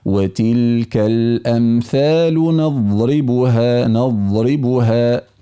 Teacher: قلقلة في الضاد، والضاد ليس من حروف القلقلة. وتلك الأمثال نضربها، نضربها.